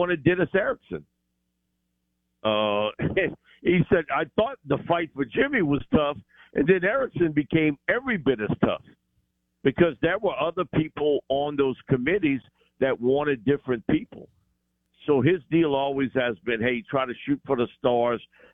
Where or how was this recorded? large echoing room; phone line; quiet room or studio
phone line